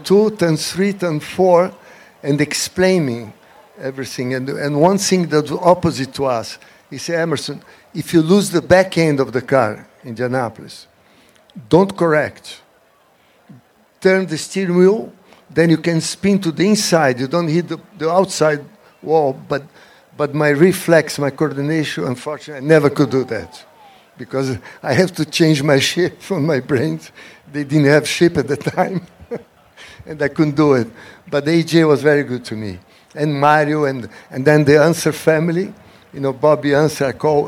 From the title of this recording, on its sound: Live at The Quail, a Motorsports Gathering